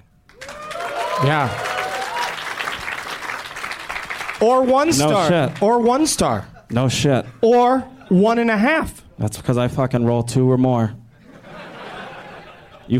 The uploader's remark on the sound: Live from Zanies in Rosemont, IL.